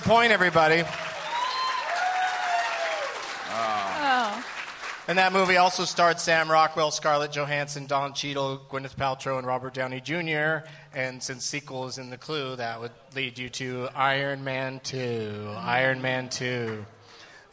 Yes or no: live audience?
yes